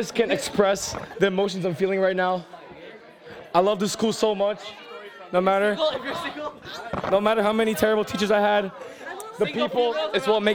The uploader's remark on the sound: For this special episode, we set up an open-mic booth outside the second-floor exit and the senior atrium. We asked students, teachers, and staff about their highlights of the 2018-19 school year.